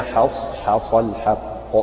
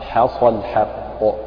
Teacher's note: فترقق الحاء مع المحافظة على تفخيم الصاد وتفخيم القاف